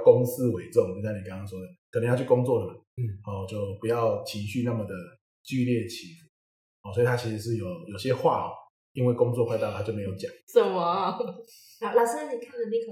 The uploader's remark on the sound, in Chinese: 抱歉本集回音稍重，若造成您聆聽不適敬請見諒